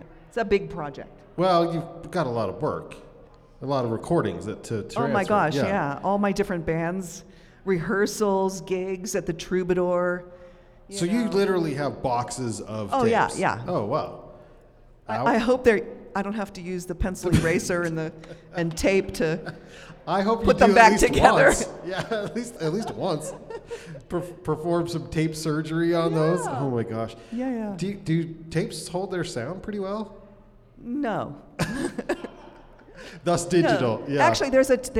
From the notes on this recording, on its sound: Recorded LIVE in front of a studio audience inside the Monarch Building in the heart of Ogden's Nine Rails Arts District.